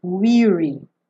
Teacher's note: Essa pronúncia é de I. Weary. Não é do verbo to wear que é aberta.